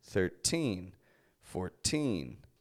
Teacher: That teen is the stressed part of the word.